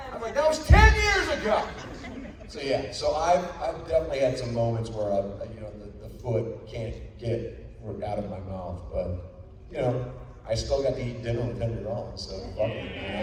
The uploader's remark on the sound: recorded at Days of the Dead Atlanta (February 25, 2022)